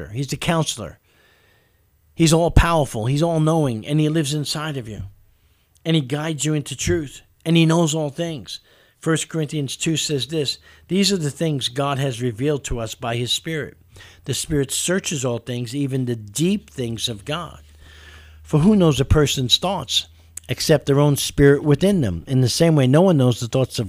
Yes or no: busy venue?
no